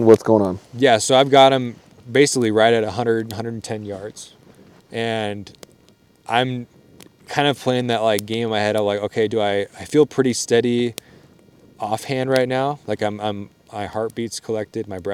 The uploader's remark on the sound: This one was recorded live on the mountain next to a roaring campfire on the last night before we packed out.